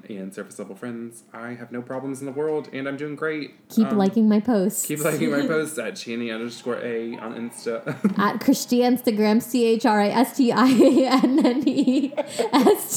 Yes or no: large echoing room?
no